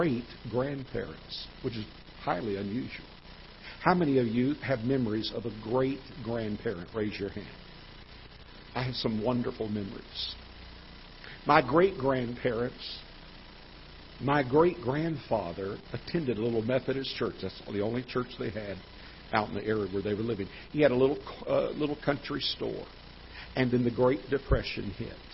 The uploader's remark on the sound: Ketha Heights Baptist Church ~ Live Broadcast